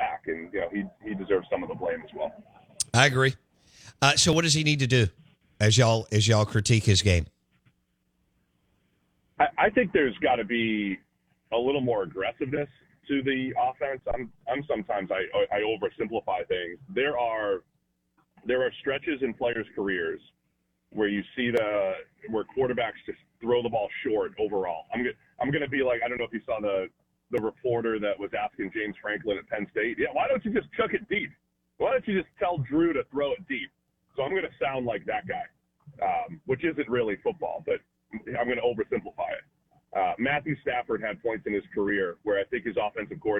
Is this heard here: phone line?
yes